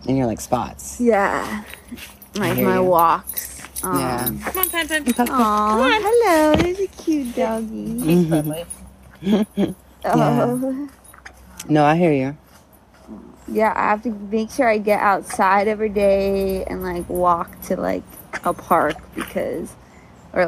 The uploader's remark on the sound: NO LAPTOP for this episode. Recording was all done through my phone!